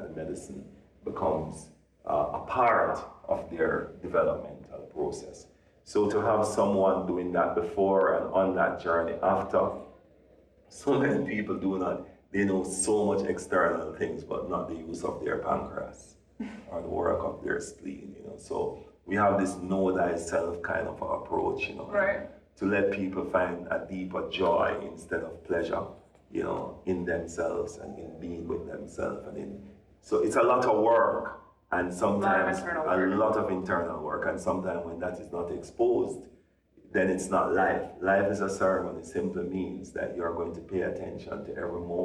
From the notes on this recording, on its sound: We recorded this in a press room at the Psychedelic Science conference in Denver, so I apologize for echoey audio and the sounds of someone accidentally coming in.